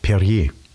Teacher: Das R sprechen sie auch nicht am Ende. So wie dieses Wasser, Perrier.